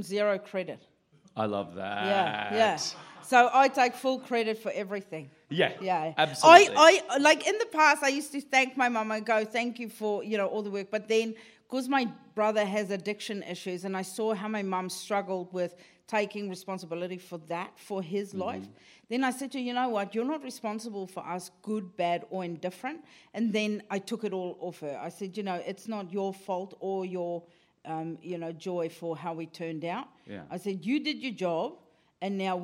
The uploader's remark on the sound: Recorded in front of a live studio audience at the Just for Laughs comedy festival in Montreal!